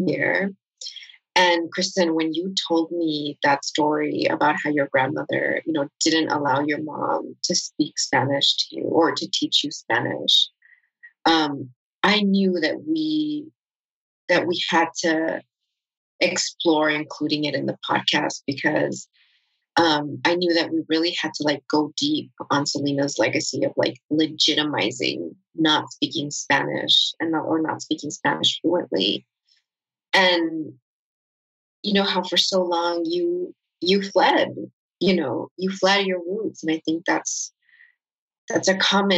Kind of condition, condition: link, video call